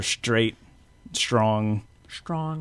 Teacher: an S before a T-R becomes sh